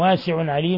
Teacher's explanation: تنوين ضم جاء بعده العين إظهار حلقي. والوقف على الميم من عليم أيضا فيها ثلاثة العارض لسائر القراء.